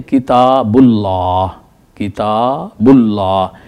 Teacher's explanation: تو دیکھیے لفظ اللہ سے پہلے بے کے اوپر پیش ہے، تو ہم اس لفظ اللہ کو موٹا کر کے پڑھیں گے